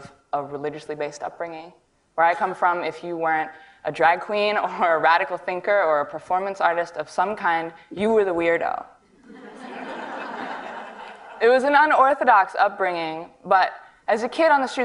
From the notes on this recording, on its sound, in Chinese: 录制于 TEDxWomen